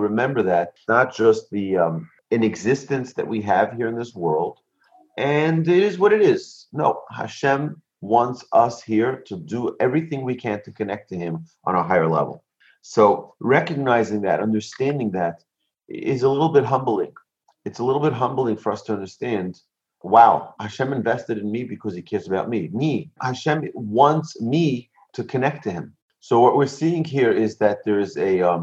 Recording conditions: video call